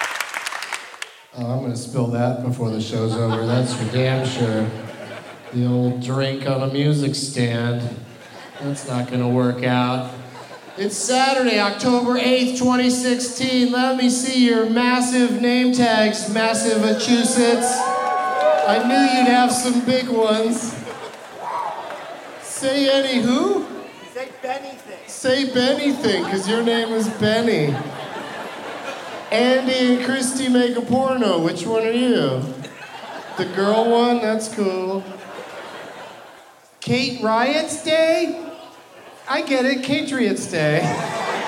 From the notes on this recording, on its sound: Live from the Wilbur Theatre in Boston